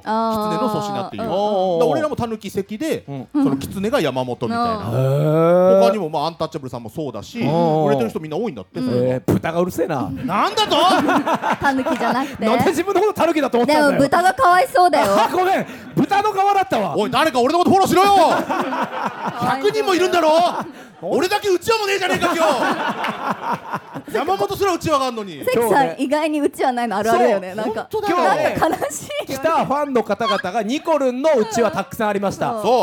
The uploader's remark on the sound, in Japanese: 東京アナウンス学院から公開収録！